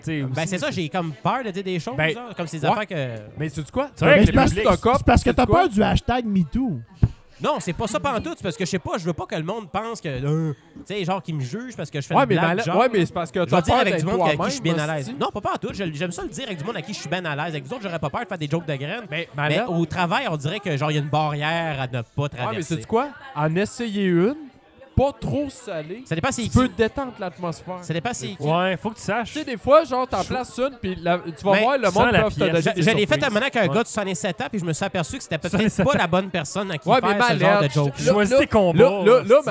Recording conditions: busy venue